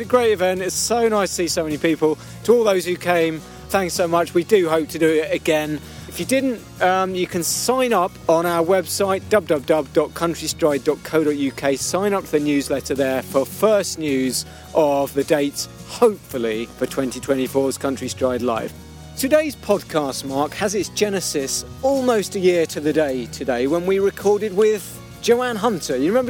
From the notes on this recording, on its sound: We climb one of Grasmere's low-level favourites to dine in a dell. Setting out along the old drove road from Allan Bank.